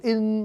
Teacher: Mà đọc là in là ở trong, họ đọc là in, mình nghe n rõ ràng. Người Việt Nam có thói quen là đơn âm tới chữ in mình đọc là in, tức là mình ngừng, mình không có ra chữ n. Thế ra người Mỹ họ nghe không hiểu gì hết. · Term: không có nhả chữ